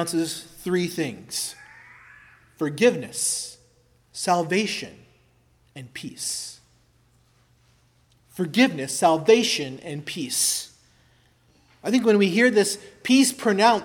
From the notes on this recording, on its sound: preached at Christ Our Savior Baptist Church